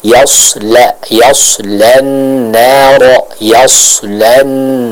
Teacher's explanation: huruf ya, huruf lam itu keduanya sama-sama huruf yang dibaca dengan tipis